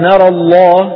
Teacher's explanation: فعلى وجه الفتح تفخم لام لفظ الجلالة